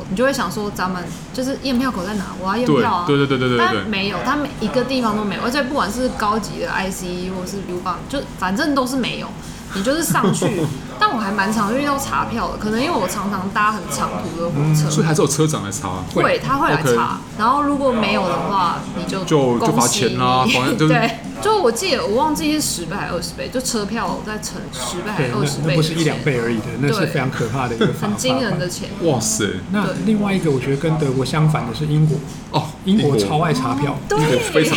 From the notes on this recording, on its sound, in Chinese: 本集白噪音指數：微風級 2/5。錄音地點： 點亮咖啡。